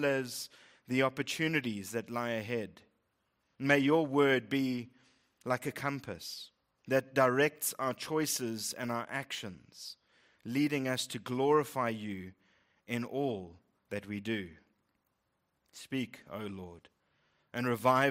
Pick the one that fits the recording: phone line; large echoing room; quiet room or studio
large echoing room